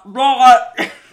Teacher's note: Aussies replace the hard T with a short, almost guttural noise instead of the T sound. So when you say the word right, you want to sound more like right.